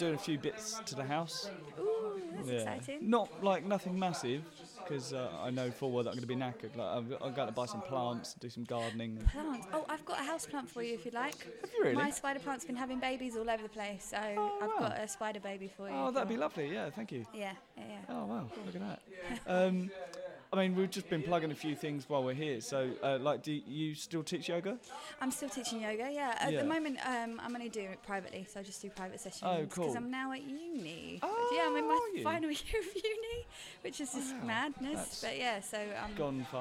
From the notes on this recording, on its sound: special episode recorded at The Southend 24 hour Improvathon